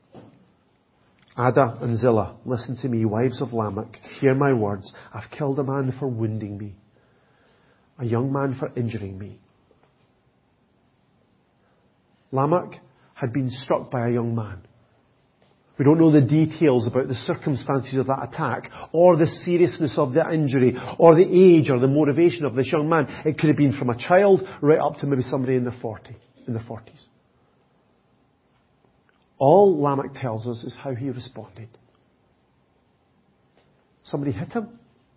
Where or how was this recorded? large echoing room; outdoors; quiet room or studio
large echoing room